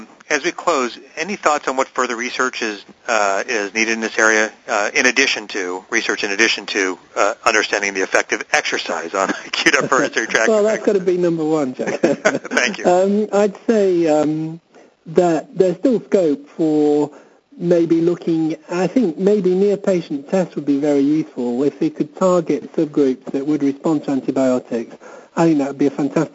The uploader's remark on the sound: Author in the Room® Teleconference